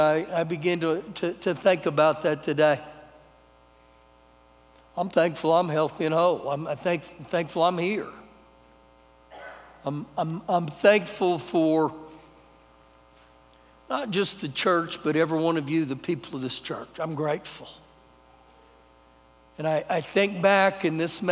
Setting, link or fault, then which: setting, large echoing room